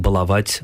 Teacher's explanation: ударение бывает и на первом, как в «баловень», и на втором, как «балованный», и на третьем, как «баловать»